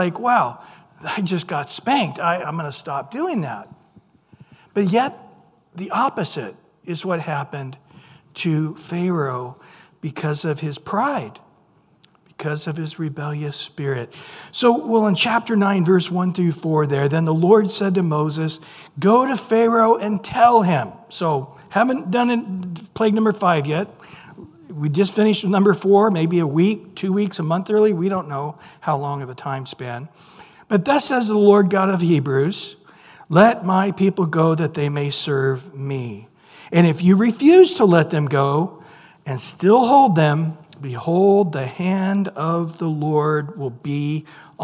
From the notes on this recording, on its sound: Recorded at Calvary Chapel of Los Alamitos